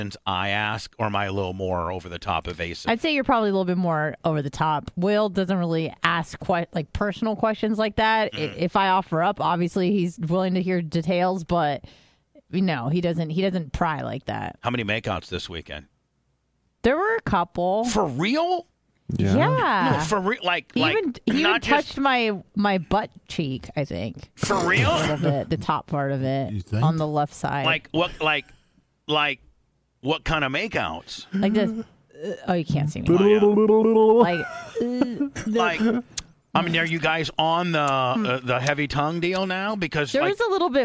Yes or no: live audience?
no